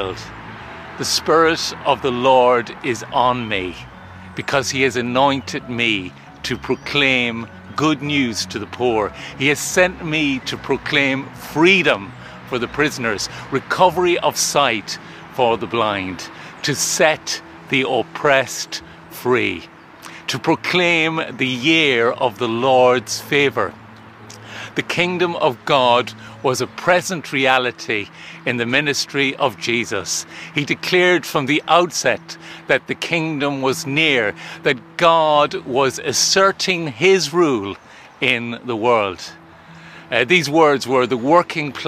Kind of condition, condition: fault, sounds in the background